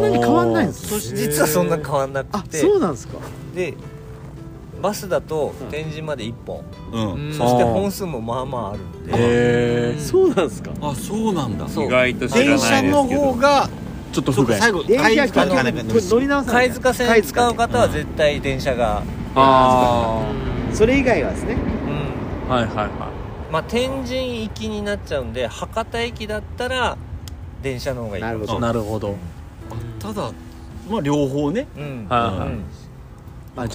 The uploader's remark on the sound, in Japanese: 今回も福岡市東区にある元遊園地のキャンプ場かしいのはまビレッジです。6人で焚き火を囲んでいます。